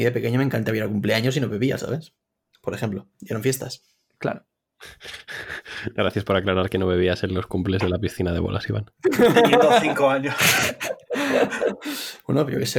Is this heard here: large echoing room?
no